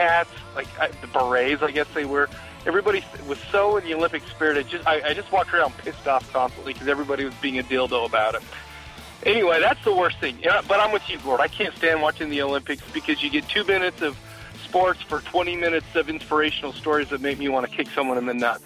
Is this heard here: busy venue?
yes